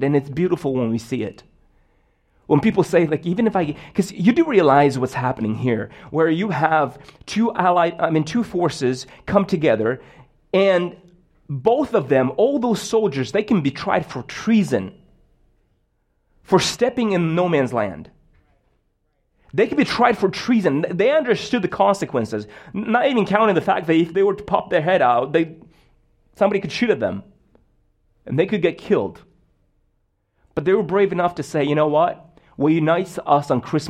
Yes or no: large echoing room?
yes